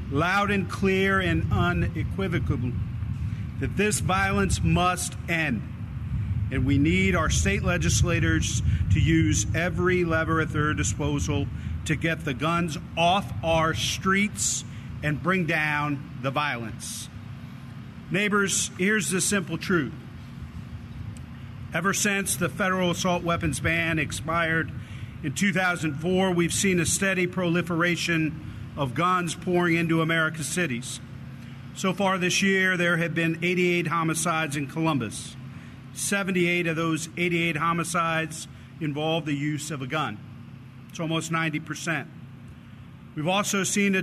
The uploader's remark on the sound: Portions of a news conference held Thursday in front of the Ohio Statehouse